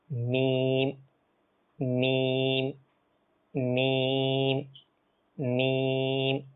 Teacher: এবারে মিম দেখেন, হরফে সাফাওয়িয়া, এটা হচ্ছে উভয় টুটের শুকনো অংশ